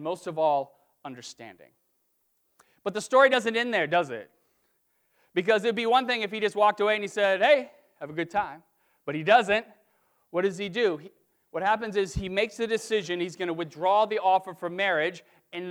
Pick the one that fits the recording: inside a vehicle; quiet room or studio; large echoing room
large echoing room